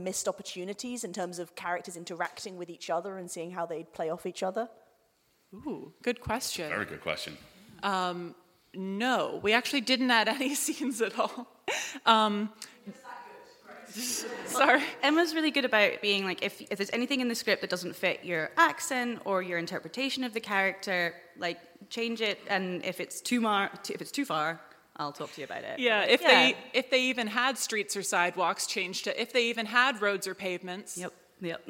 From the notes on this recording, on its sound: ROGUEMAKER Live Show and Q&A recorded in High Wycombe at the Audio Drama Hub Podfest, 20 November 2022.